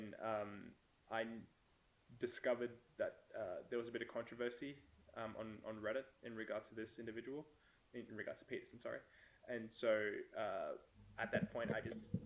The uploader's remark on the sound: Sound for this episode isn't great